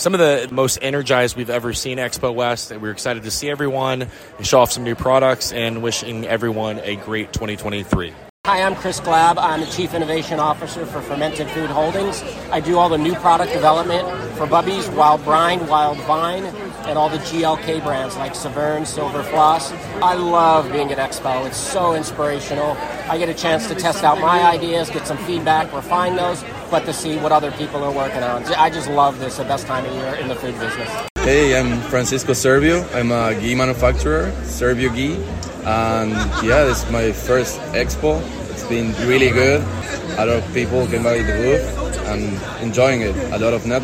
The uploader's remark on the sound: sound bites taken on the floor of Expo West